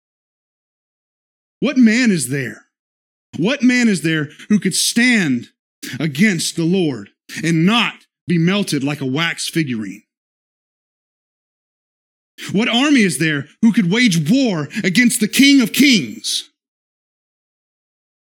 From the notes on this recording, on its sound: This is the sermon from our Worship Service